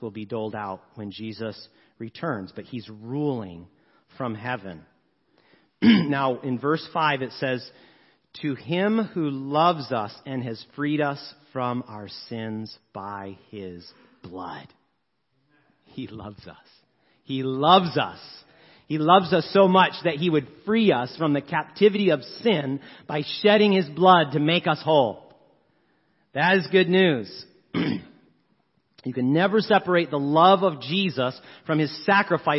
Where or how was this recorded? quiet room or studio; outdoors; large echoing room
large echoing room